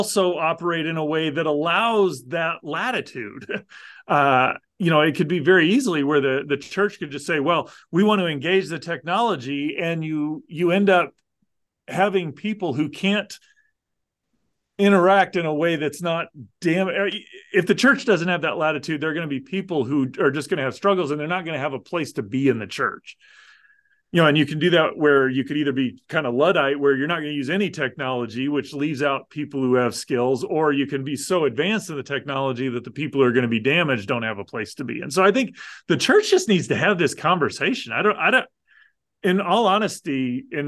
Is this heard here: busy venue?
no